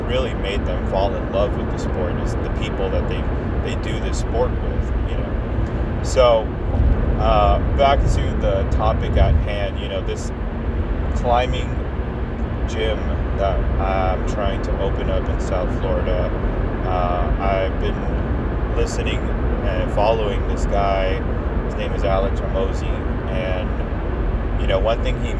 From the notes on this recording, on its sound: Recorded this in my car